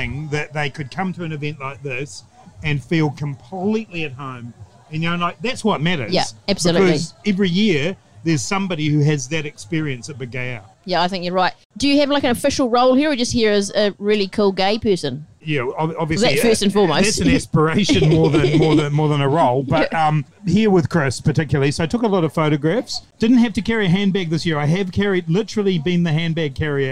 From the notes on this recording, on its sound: live at Big Gay Out 2023